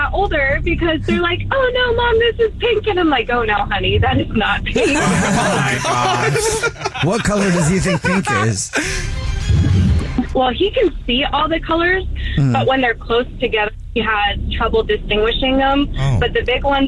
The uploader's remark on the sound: There is a girl on the phone who thinks her boyfriend is cheating. There is a woman on the phone.